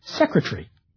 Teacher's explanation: British speakers tend to level out or syncretize the number of syllables · Term: syllabification